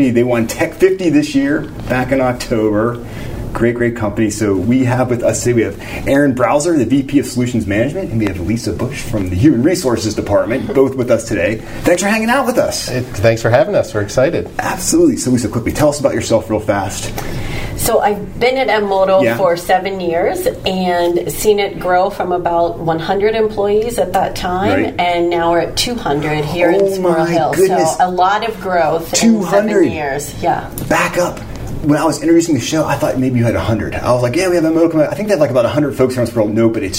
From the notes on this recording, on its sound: TECHVIBE RADIO BROADCASTS FROM SQUIRREL HILL. We took TechVibe Radio to Huntington Bank’s new branch in Squirrel Hill.